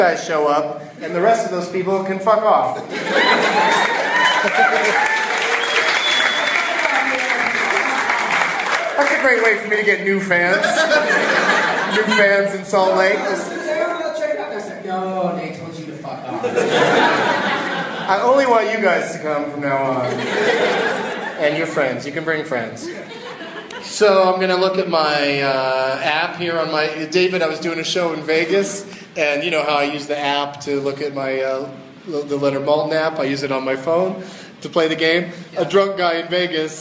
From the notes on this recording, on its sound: Live from Wiseguys Comedy Club in Salt Lake City